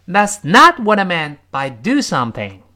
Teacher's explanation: that's not 这个 not 重读，what I meant 这个 meant 要重读，最后那个 do something 要重读